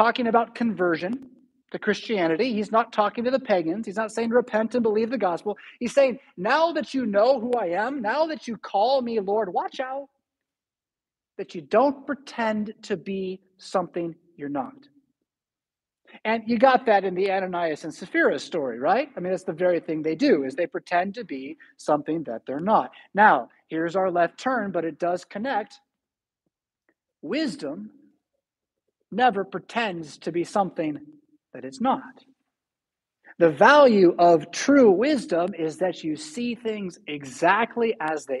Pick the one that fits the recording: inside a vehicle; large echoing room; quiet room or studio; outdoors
large echoing room